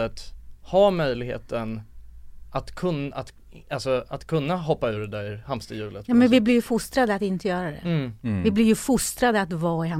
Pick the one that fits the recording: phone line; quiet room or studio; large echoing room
quiet room or studio